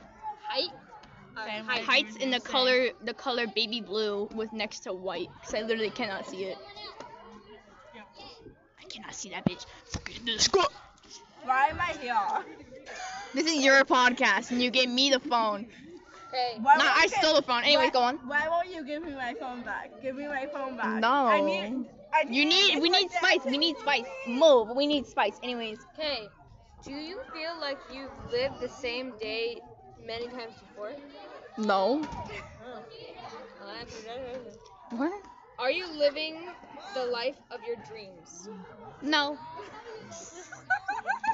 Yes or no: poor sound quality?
yes